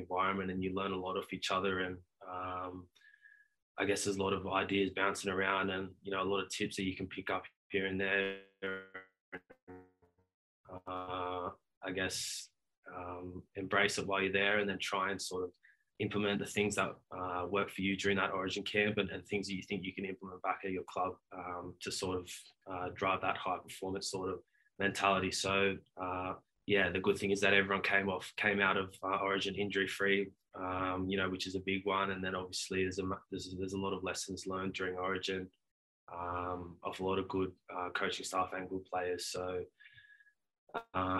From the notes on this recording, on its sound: chat to the media via Zoom